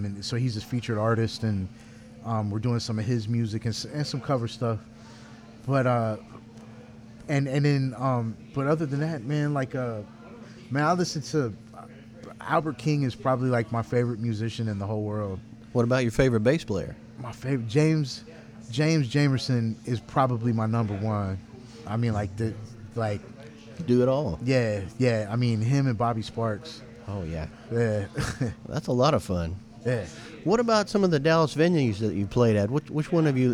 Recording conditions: busy venue